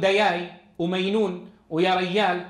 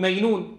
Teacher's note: السواحل الشرقية للجزيرة العربية يقلبون الجيم ياء فيقول دياي ومينون ويا ريال، صح، بدل أن يقول بدل مجنون يقول مينون، ودياي بدل دجاج فيقلب الجيم ياء.